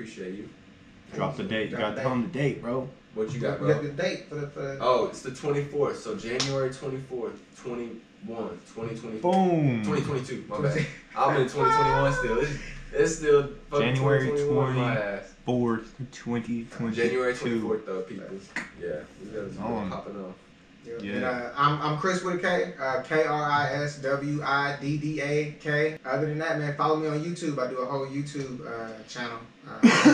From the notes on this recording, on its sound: Dont hate us for the audio! We've updated our microphones since recording this episode.